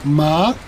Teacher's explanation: si yo pongo un tono ascendente, es decir, que la cadencia cuando voy pronunciando la A va subiendo